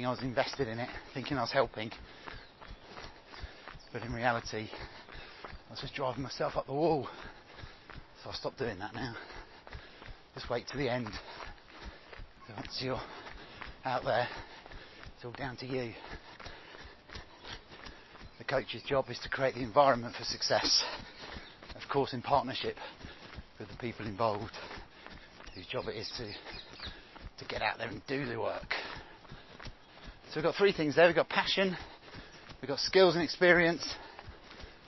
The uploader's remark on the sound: recorded on Hampstead Heath